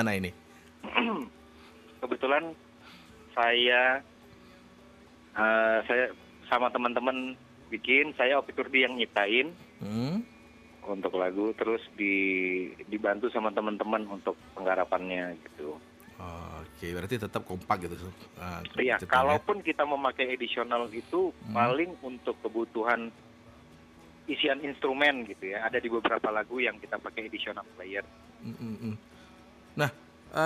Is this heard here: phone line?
yes